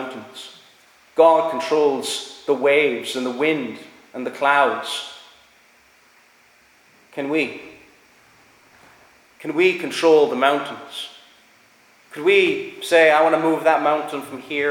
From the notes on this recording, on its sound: Preached at Ballyclare - Doagh Free Church -Continuing.